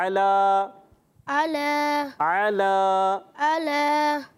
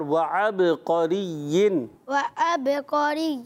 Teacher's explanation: عین حلق کے درمیان میں